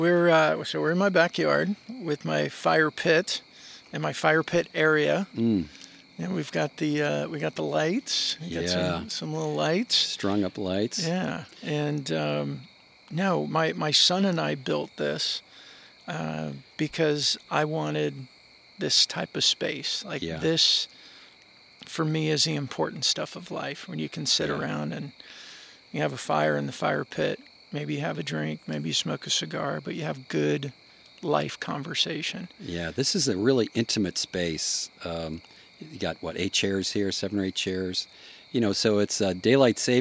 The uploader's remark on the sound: Fire pit in Suwannee, GA.